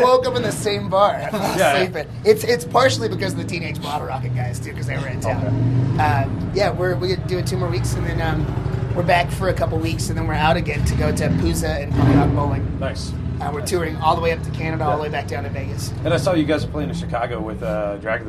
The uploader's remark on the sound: Outside the Summit Music Hall in Denver, Colorado!